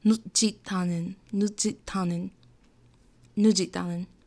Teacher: when 시옷 is followed by 히옷, The T sound is not soft anymore, but it's also not super hard. It's just that it's more pronounced.